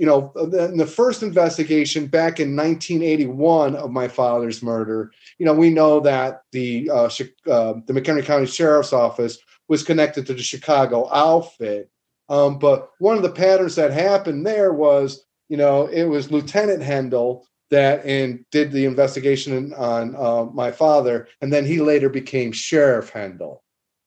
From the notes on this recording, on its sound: Listener Zoom call. Today’s guest on this fan Zoom call.